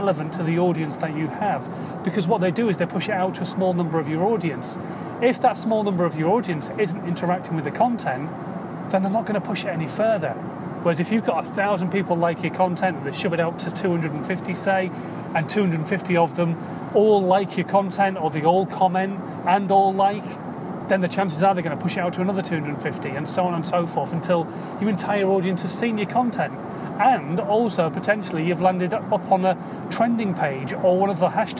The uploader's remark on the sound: In my Car